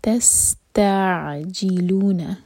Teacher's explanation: سین پر سکون تو سیٹی کی آواز کلیئر. تس تا اور عین سکون پر جھٹکا نہ ہو، تھوڑا سا ٹائم دیں گے.